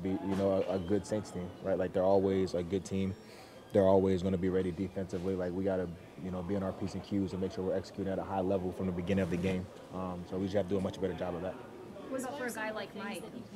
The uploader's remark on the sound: Press Conference